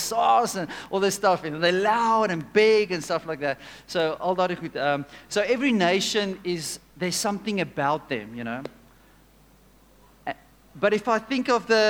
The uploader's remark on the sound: at Joshua Generation Church Wellington PM congregation